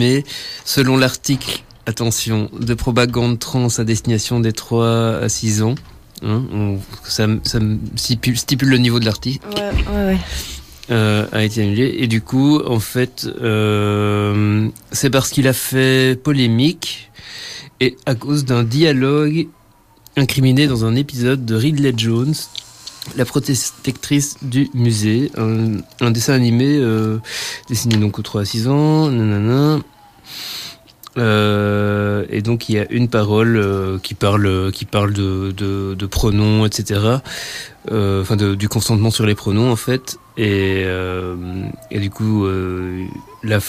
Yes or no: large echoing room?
no